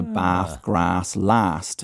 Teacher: London has started to lengthen that vowel to bath, grass, last